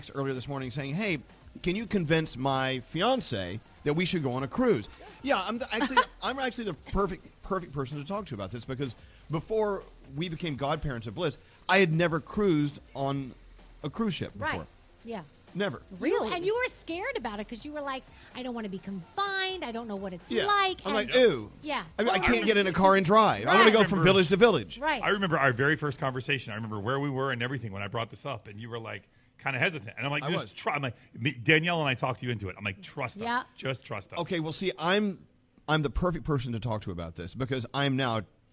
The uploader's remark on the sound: Live from Norwegian Encore